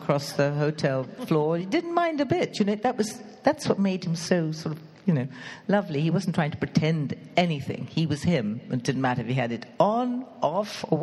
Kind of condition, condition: setting, live audience